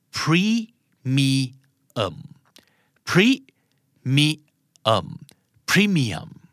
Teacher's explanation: เจ้าของภาษาออกเสียงโดยเน้นพยางค์ที่หนึ่งนะครับ